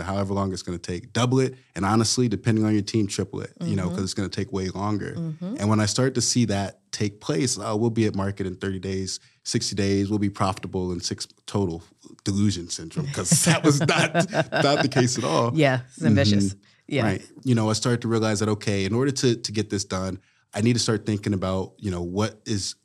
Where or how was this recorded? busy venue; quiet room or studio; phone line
quiet room or studio